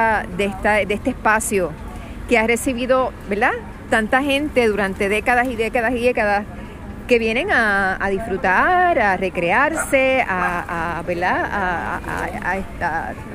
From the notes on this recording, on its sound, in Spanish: llegó a la Plaza de Armas, donde conversó